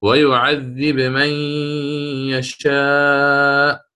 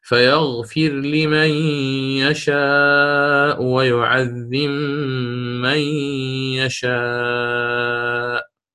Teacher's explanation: فإن قرأت للإمام ورش ستقرأ بماذا؟ بالقلقلة في الباء · Shown in: first take